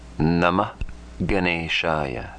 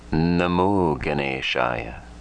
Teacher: When A precedes Visarga and a soft letter follows. A followed by Visarga, followed by a soft consonant. A becomes O. · Shown in: second take